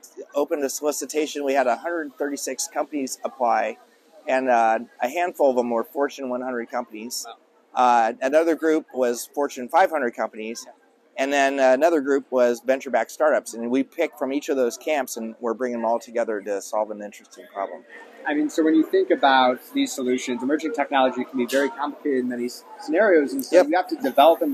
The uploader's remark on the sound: Live from RNDF22